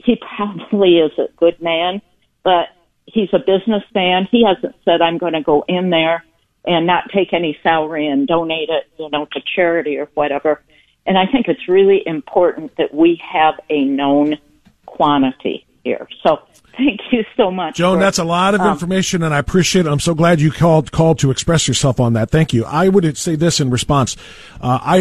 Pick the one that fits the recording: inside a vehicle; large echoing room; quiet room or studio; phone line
phone line